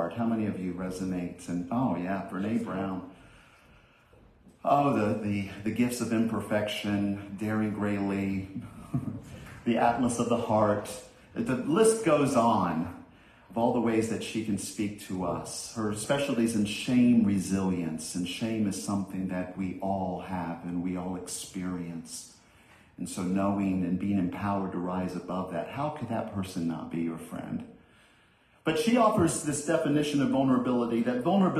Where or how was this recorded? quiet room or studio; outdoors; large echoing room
large echoing room